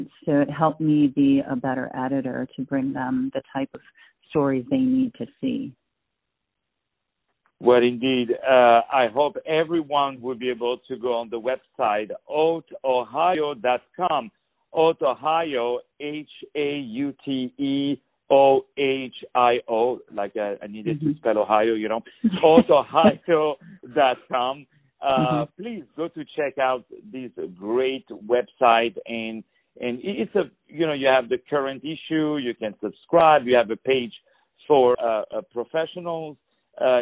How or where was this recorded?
phone line